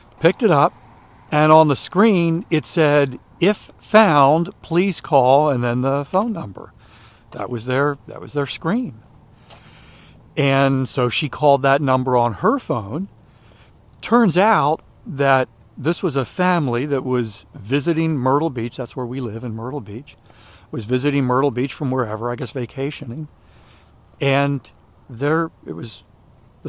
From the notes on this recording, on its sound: During today's ten-minute walk